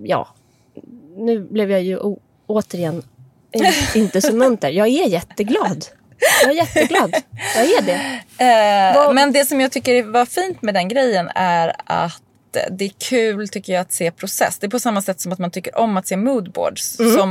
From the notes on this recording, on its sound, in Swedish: Från ett hotellrum i Köpenhamn till en elbil på Söders höjder … Där skedde nämligen dagens inspelning.